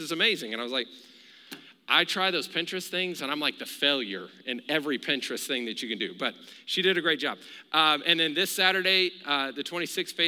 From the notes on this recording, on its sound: Recorded live during our Wednesday night service.